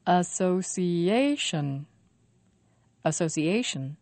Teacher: Five syllables, and the stress is on a.